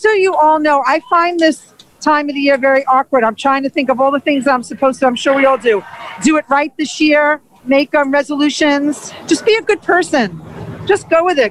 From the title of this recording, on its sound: LIVE from TIMES SQUARE, NEW YEARS EVE